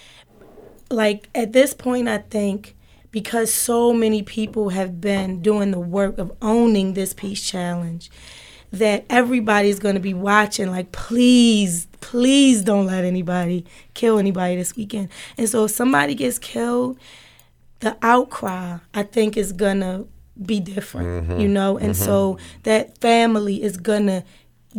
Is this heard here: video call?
no